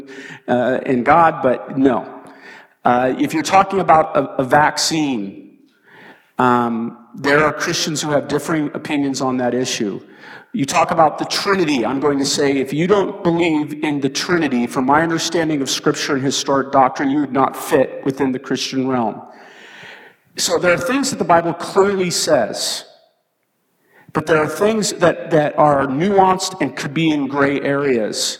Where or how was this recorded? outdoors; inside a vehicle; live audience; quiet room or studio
live audience